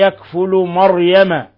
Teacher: فخمنا الراء لأن سبقها فتحة